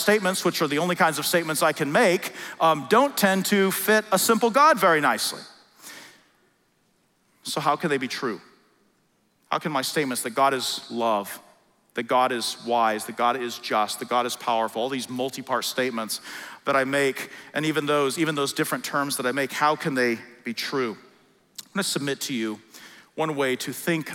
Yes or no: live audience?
yes